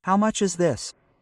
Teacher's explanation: you're going to be going down at the end.